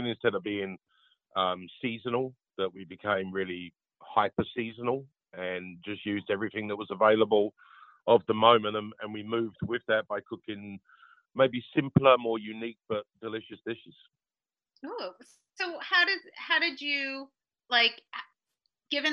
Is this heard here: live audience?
no